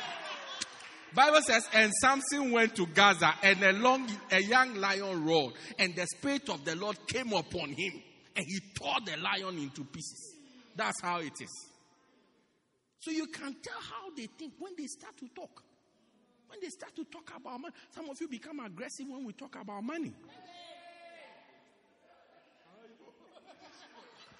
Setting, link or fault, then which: setting, large echoing room